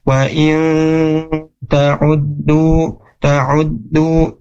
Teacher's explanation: bacanya harus digunnahkan, dimasukkan ke hidung · Term: ikhfa